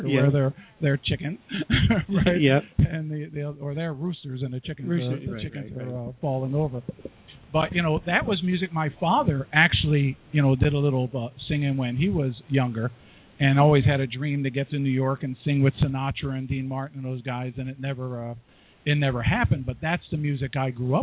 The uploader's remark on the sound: Live at tasting room Apex Alder Ridge in Woodinville!